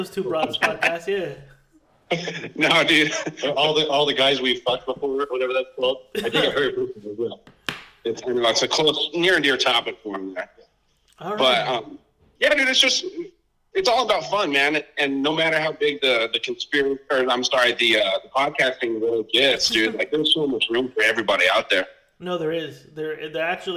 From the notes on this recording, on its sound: A COUPLE GUYS WHO I HAD THE PLEASURE GETTING DRUNK WITH OVER PHONE AND TALK ABOUT CONSPIRACIES THEORIES.